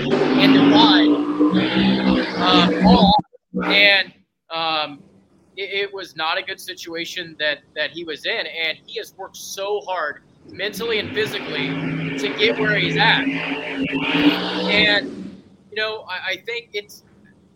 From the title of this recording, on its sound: East Coast Nationals Live from Galot Motorsports Park